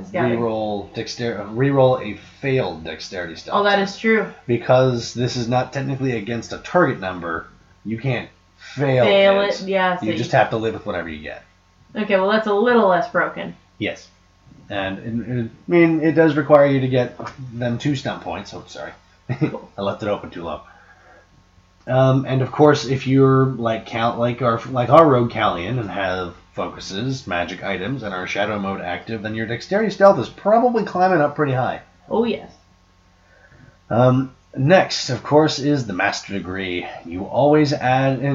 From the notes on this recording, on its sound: We apologize for the poor voice quality in this particular episode. We did not realize the wrong mic was being used until we finished the show.